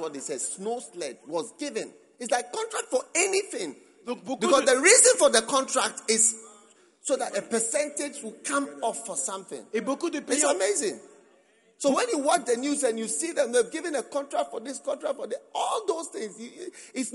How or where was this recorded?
live audience